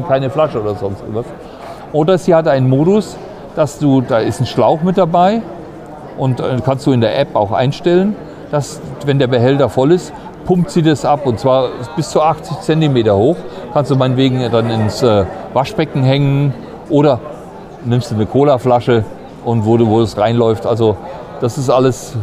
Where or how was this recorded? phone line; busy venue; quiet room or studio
busy venue